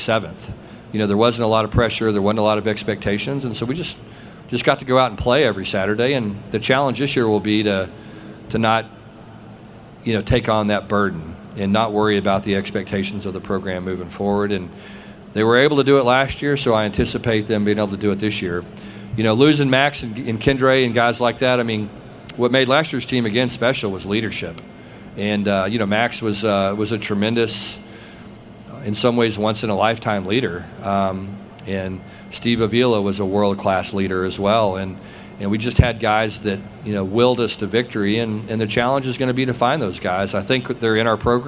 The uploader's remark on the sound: press conference at Big 12 Football Media Days